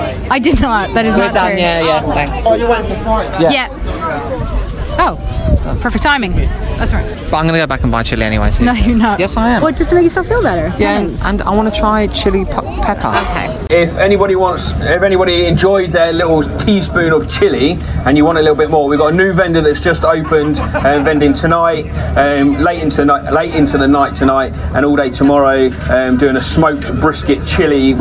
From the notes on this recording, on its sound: It's time for a hoe down at The Big Meat festival in the Surrey countryside!